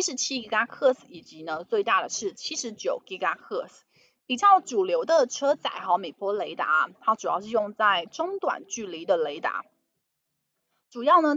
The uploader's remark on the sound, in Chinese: 本集有些許雜音，已亟力避免，如有察覺請多多包涵